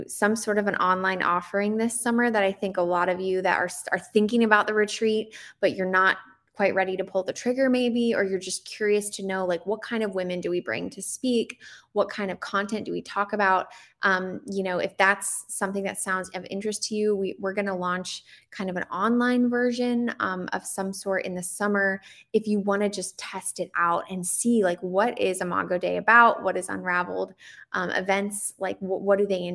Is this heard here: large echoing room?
no